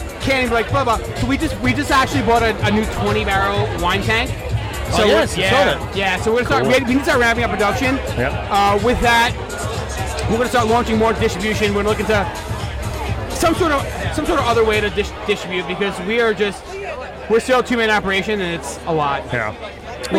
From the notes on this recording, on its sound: LIVE at Burgerology Beerfest. LIVE show at Burgerology beerfest!